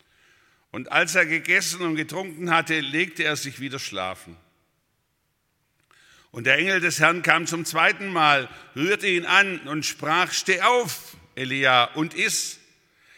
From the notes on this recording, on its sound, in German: aus dem Gottesdienst der Liebenzeller Mission